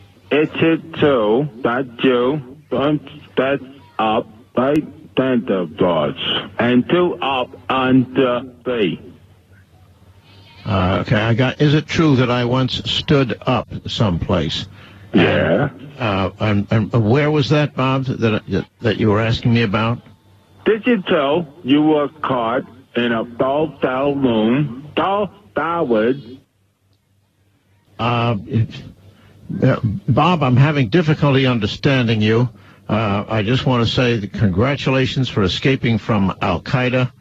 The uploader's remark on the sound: The Famous Phony Phone Call